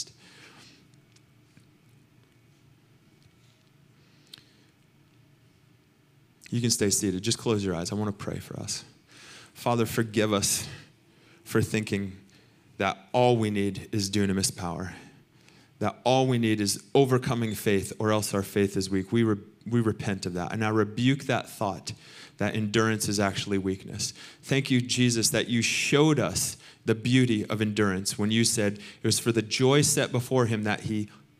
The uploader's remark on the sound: Recorded sunday evening service at Reunion Hawaii